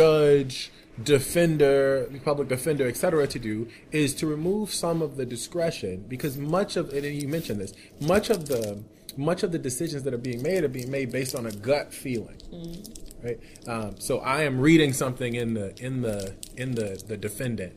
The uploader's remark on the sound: Today with me at the Justice Innovation in Times of Change Conference here. At the Quinnipiac School of Law in North Haven, Connecticut are two of the panelists who participated in a discussion.